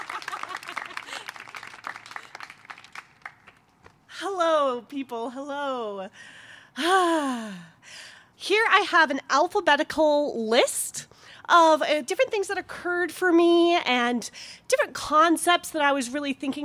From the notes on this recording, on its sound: She told this story in front of a live audience, in the parking lot of Buntport Theater, just last month; the theme of the evening was “Letters.”